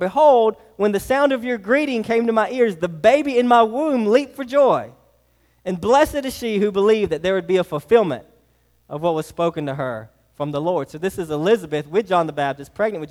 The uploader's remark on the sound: Sermon preached to Hillside Baptist Church in Eastman, GA on 1/21/24. Sermon preached to Hillside Baptist Church in Eastman, GA on 1/21/24.